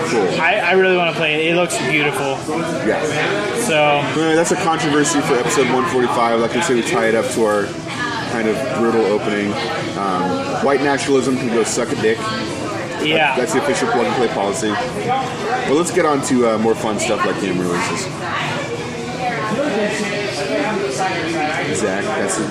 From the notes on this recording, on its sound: LIVE from Trap Door Brewing!